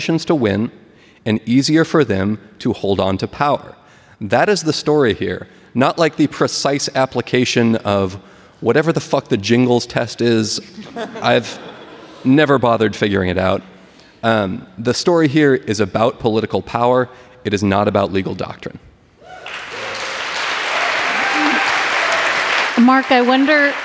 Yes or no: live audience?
yes